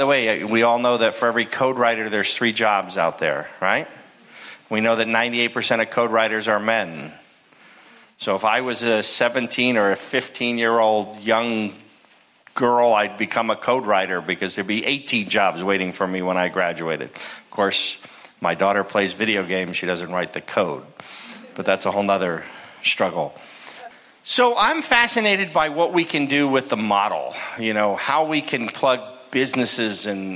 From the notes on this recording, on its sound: spoke at our very first Future of Work Conference held last year in November of 2019 at Pasadena City College